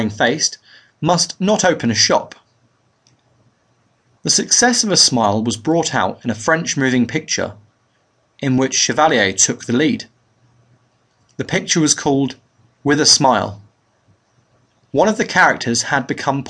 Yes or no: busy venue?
no